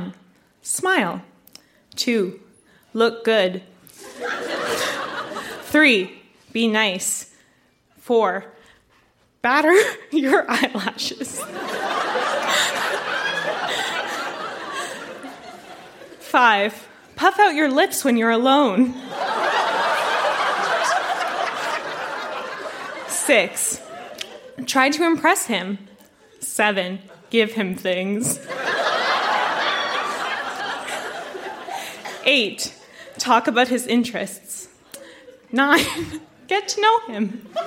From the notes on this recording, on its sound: Recorded live at The Royal Cinema in Toronto.